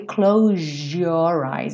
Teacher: Quando a gente fala close your eyes, mas é muito comum que soe close your eyes. Então esse S que teria um som de Z, na verdade, ganha um som de J